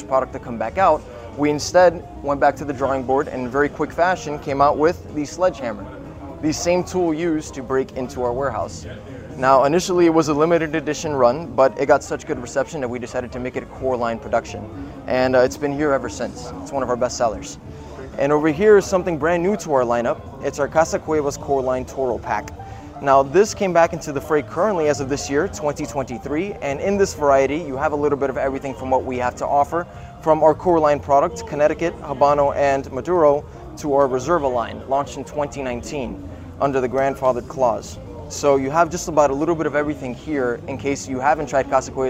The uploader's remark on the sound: Live interview from the Intercontinental Hotel in Doral Florida